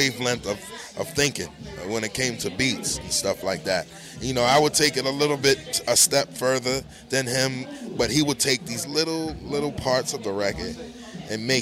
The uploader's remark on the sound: Live From Brooklyn Bowl